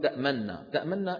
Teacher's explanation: إذا قلت تأمننا فقد سكنت النون المضمومة وأدغمتها فيما بعدها. هذا العمل صحيح، لكنه إشمام ما هو روم.